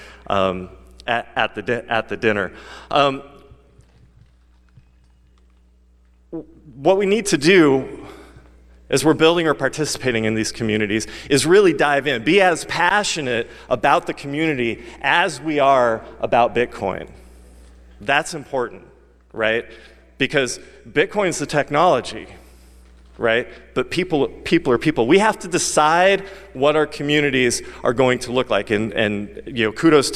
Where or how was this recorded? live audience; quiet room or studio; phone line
live audience